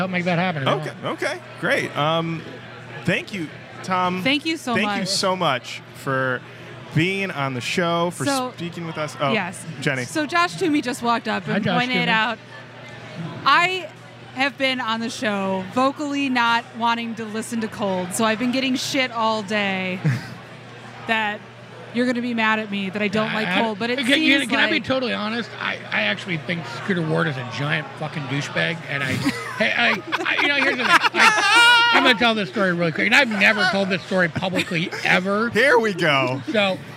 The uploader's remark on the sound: Live at Rock N Pod Expo 2